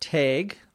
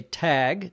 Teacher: I pronounce it tag because that's a very Minnesotan way of pronouncing it, with a long A. · Shown in: first take